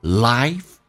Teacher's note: I 稍微的饱满一点，先发 a 再发 i